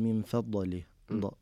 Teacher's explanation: كذلك حرف الضاد يقلقله فيقول من فضله ضاء، وهذا خطأ · Term: القلقلة